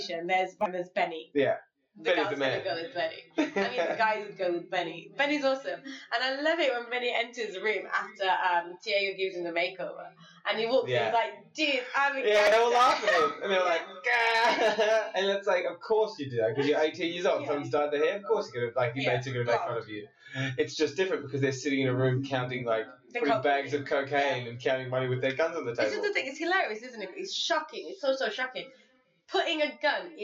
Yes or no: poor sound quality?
yes